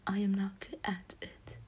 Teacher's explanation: I literally skip the T's in a way